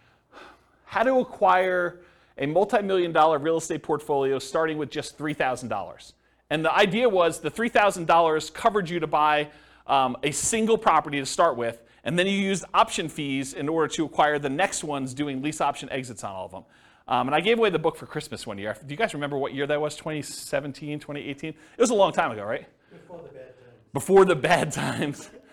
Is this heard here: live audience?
yes